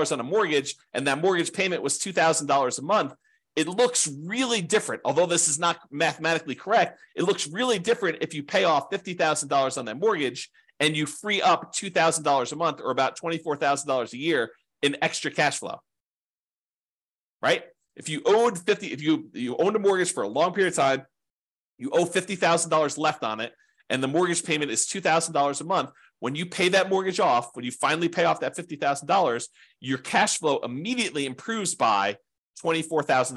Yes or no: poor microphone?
no